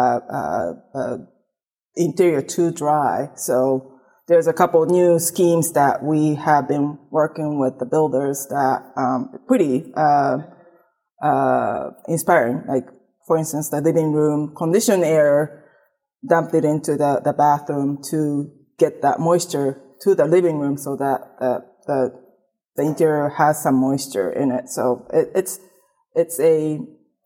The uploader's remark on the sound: Recorded at the PhiusCon 2023. The Passive House Podcast at the Passive House Network Conference.